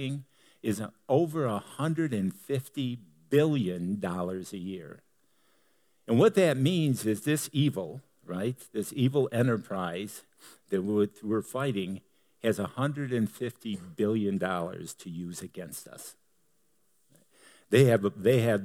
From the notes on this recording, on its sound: Delivered on 21 January 2018 at Grace Church of La Verne .